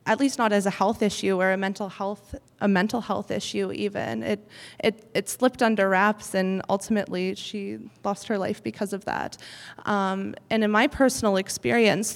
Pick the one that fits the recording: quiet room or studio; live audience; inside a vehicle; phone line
live audience